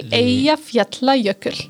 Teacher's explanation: the double L in this word, you just pronounce as if you would read a word with a DL